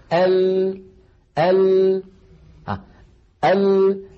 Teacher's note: فيضطر الصوت أن ينحرف بعضه عن يمين اللسان وبعضه عن يسار اللسان ثم يتابع طريقه إلى الخارج. · Term: صفة الانحراف